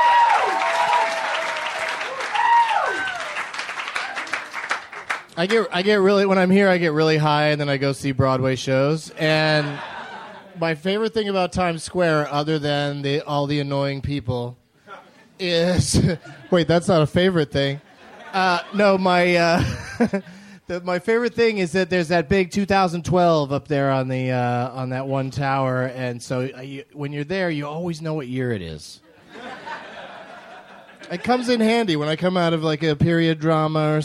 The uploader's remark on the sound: Live at the Del Close Marathon. Taped at the UCB Theatre in New York City as part of the 14th annual Del Close Marathon.